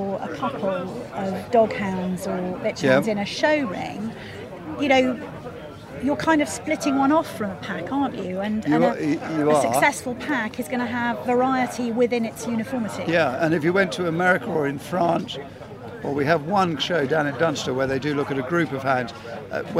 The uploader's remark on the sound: recorded at the Alresford Show